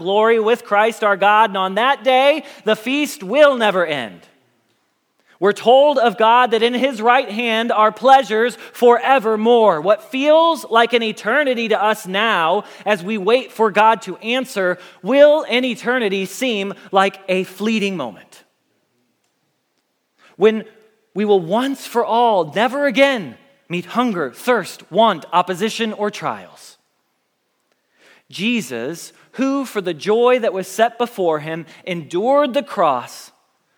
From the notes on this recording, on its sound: Message Preached at Valley Creek Church